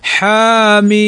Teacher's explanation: الحاء في مثل حاميم، فالحاء تمد بمقدار حركتين · Term: مدا طبيعيا